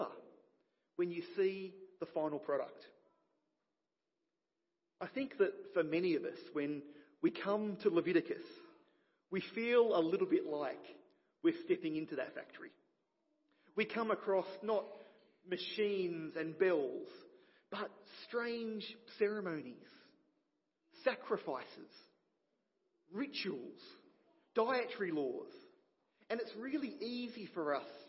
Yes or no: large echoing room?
yes